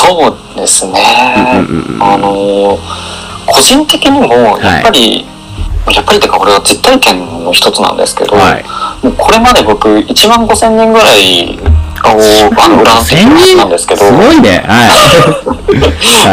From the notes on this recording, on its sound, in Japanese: 今回機材トラブルで音割れが発生しております